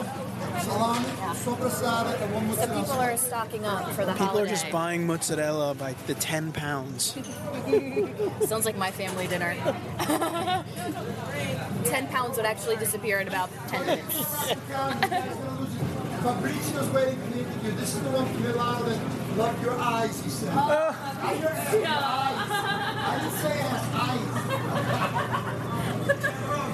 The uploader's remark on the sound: We visit Arthur Avenue, the Little Italy in the Bronx, NY. You will hear sounds from the main indoor marketplace on Arthur Avenue.